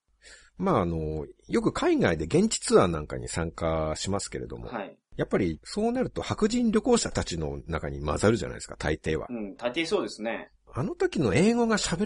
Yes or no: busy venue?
no